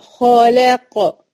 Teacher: افخم الخاء وانزل بالترقيق على اللام وارجع افخم القاف · Term: التفخيم والترقيق